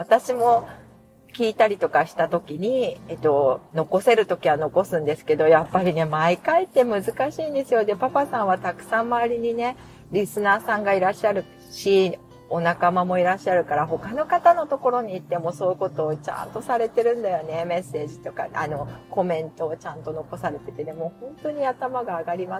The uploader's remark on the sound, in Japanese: お聞き苦しい雑音すみません。雑音注意。